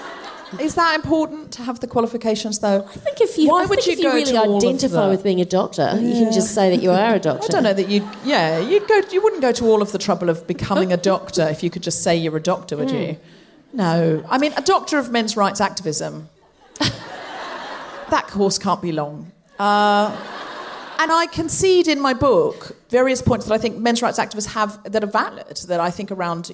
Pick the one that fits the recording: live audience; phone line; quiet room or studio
live audience